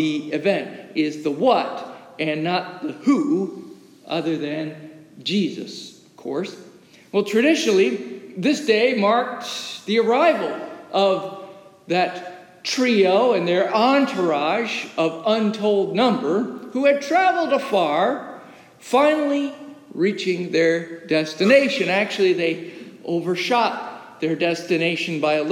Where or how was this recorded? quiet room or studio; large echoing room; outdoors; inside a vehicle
large echoing room